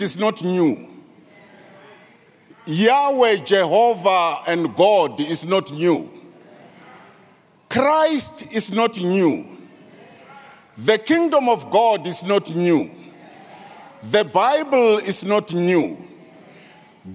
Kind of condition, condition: setting, large echoing room